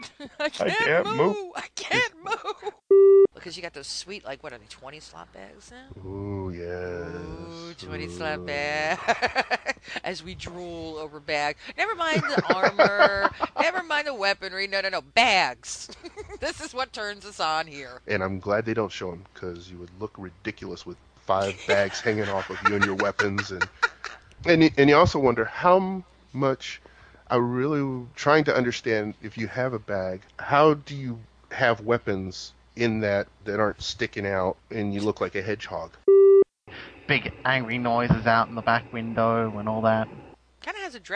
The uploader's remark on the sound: Called in to do a little venting himself!